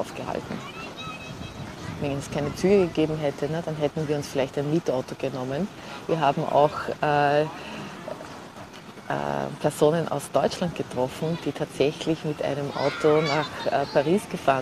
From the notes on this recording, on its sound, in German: Diese Episode kommt direkt von Montmartre in Paris, aufgenommen auf der Wiese am Hügel von Sacré-Coeur sitzend, mit allen Nebengeräuschen des bunten Treibens rund um mich.